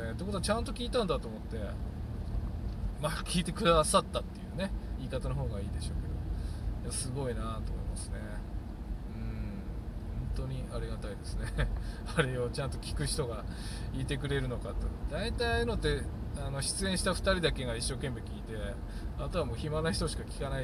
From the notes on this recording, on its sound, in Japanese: 運転中。車運転しながら。雑音多いですけど。